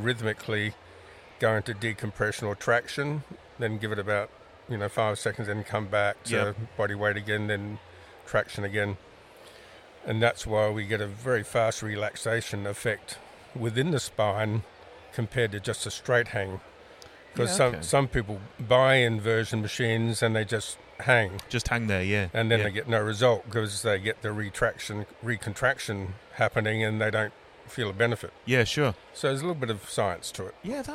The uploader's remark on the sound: This is the first ever episode of the Spine Dynamex podcast recorded at the Royal Adelaide Show in 2022.